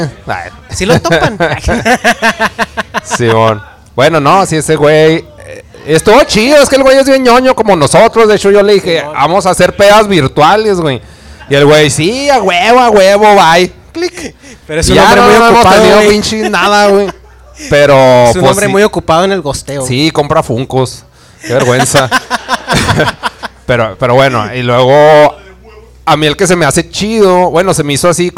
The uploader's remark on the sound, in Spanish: Episodio Especial En Vivo Desde El Dragon Rojo